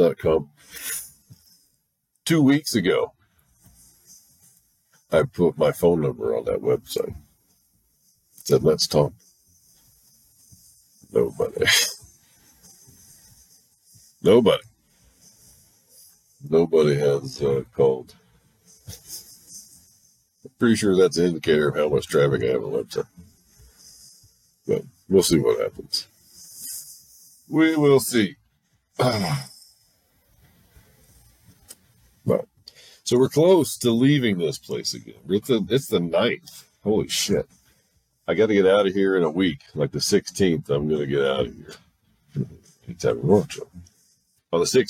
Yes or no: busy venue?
no